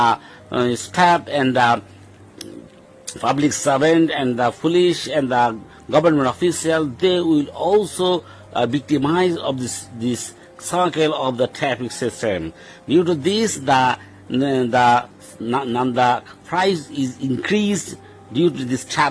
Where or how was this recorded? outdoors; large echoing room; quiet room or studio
outdoors